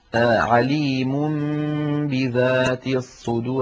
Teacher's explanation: لأن النون من طرف اللسان والباء من الشفتين، فإذا قلب النون التي هي لسانية وفيها غنة إلى حرف شفوي وفيه غنة وهو الميم فنطق ميما من الشفتين ثم باء من الشفتين بإطباقة واحدة كان هذا أسهل في النطق · Term: الإقلاب